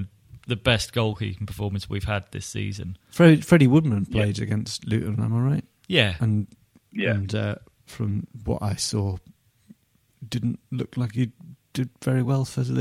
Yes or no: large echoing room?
no